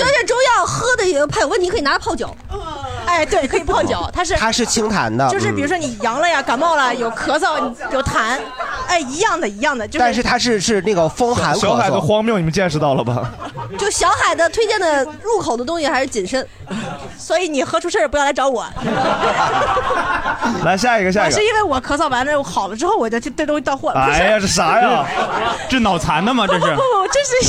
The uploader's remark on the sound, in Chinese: 这是一档由喜剧演员们和现场观众朋友们共同录制的播客节目